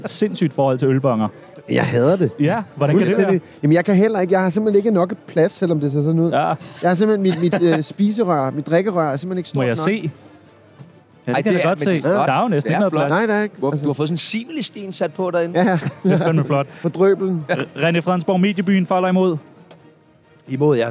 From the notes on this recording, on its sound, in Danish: direkte fra Mediebyen på Roskilde Festiva